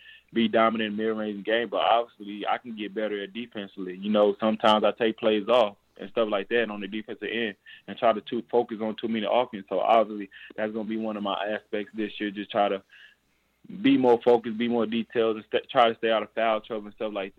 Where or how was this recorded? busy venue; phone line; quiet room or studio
phone line